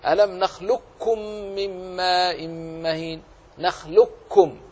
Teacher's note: اقرأه بإعدام صفة بإعدام القاف نهائيا مخرجا وصفة، فلا يبقى إلا كاف مشدد. ألم نخلقكم من ماء مهين، نخلقكم كاف مشدد.